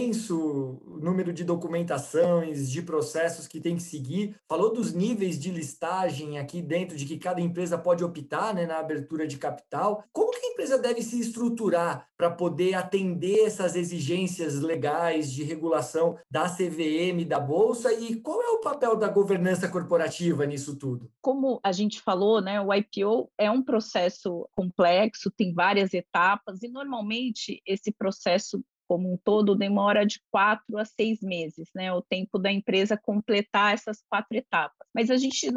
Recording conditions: video call